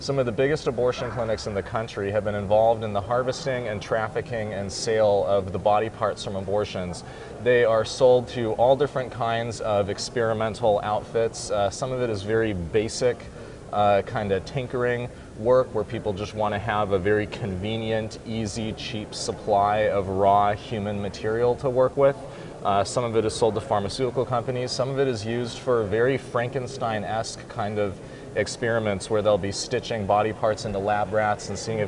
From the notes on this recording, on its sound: Live At NRB